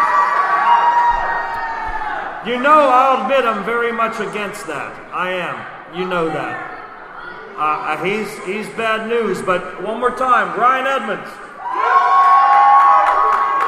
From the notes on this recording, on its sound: This is a special live episode recorded as fans filed in for RWA Open Season in West Newton, PA.